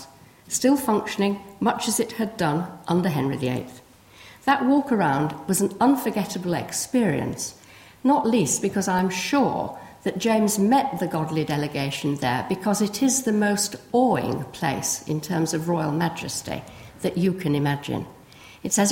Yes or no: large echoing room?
yes